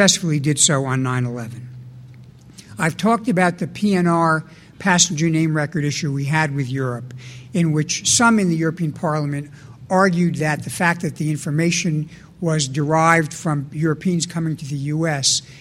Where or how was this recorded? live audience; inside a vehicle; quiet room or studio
live audience